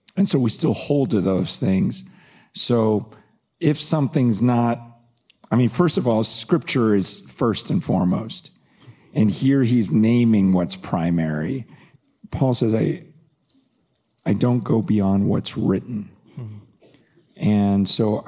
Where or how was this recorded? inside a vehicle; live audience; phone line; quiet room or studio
live audience